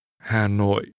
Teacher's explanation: This city's name is pronounced using low falling and low falling broken tones.